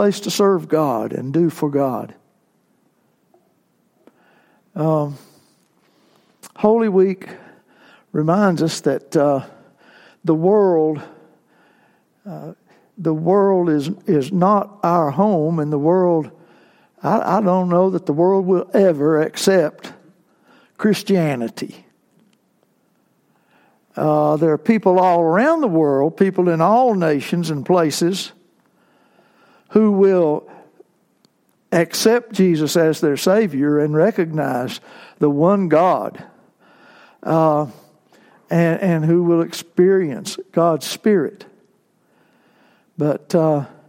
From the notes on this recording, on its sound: Worship service segments recorded on Palm Sunday, April 14, 2019